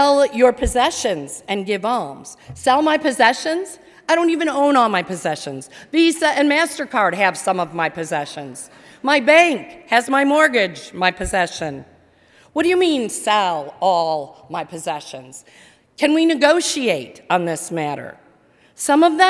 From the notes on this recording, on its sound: during the 10:30 AM service on Sunday August 11, 2019 at First Presbyterian Church of Arlington Heights, Illinois.